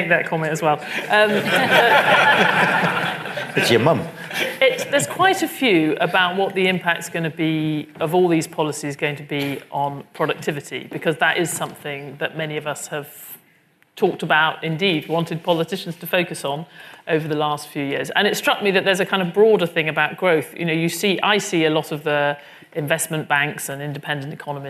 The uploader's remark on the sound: a live-recorded panel discussion